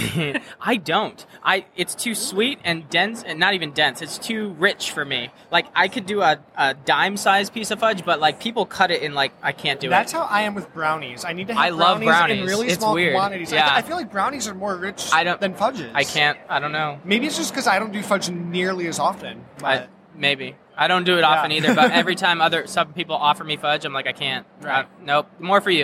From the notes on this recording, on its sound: Live at Grand Rapids Comic Con